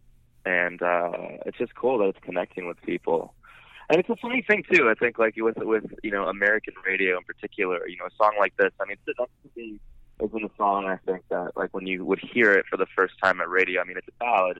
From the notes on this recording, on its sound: The frontman called in to the Pop Shop from the road.